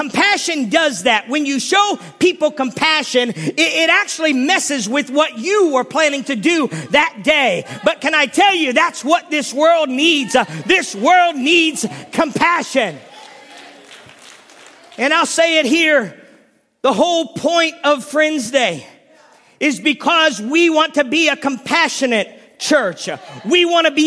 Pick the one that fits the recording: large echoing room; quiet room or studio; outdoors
large echoing room